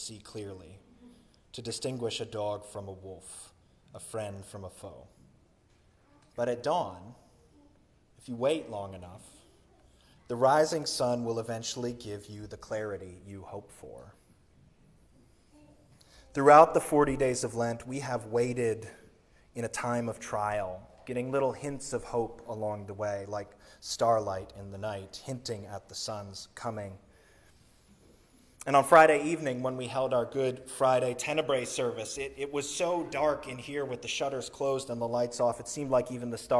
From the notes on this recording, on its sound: Sermon recorded on Easter Sunday, April 9, 2023.